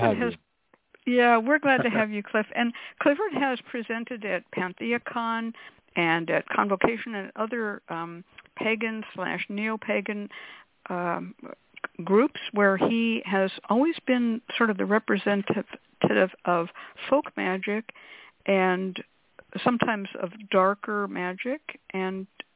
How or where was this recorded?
phone line